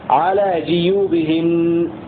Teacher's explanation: قرأ ابن ذكوان وابن كثير وحمزة والكسائي بكسر الجيم